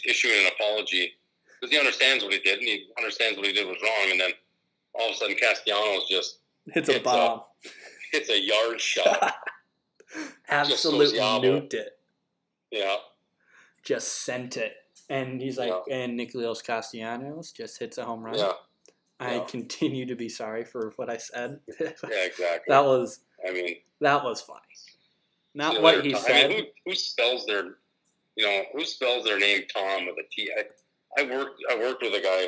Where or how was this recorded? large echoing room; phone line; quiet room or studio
phone line